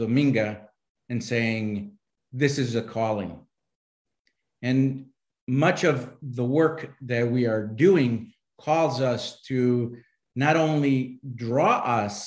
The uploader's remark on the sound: A webinar conversation